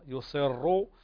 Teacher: لأنها مضمومة، فالراء المضمومة لحفص تفخم حتى لو سبقها كسر فتفخم هنا الراء لأنها مضمومة